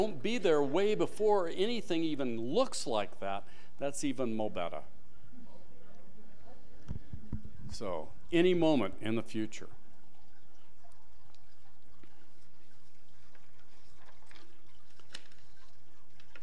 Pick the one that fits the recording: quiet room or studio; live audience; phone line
live audience